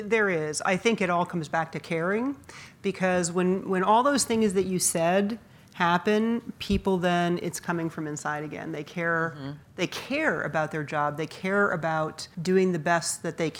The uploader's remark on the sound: This episode was recorded in front of a live audience.